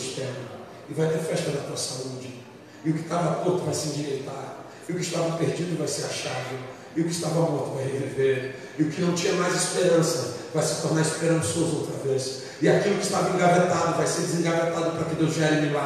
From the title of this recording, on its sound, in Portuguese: Ao Vivo na Casa de Louvor